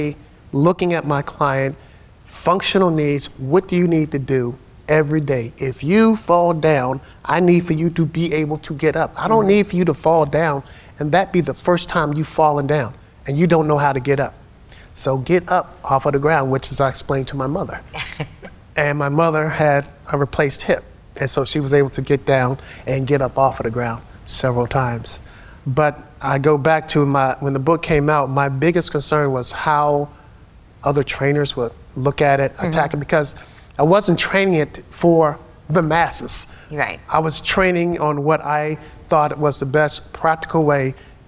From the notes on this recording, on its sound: Live edition of Seniority Authority from the Leading Age Summit in Washington, D.C.